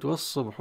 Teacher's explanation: لام التعريف هنا أدغم في الصاد على أساس أن اللام من صفات لام التعريف أنها تدغم في أحرف وتظهر عند أحرف، هي تظهر عند الحروف 14 أبغي حجك وخف عقيمة، وتدغم في البقية ومن ضمنها الصاد.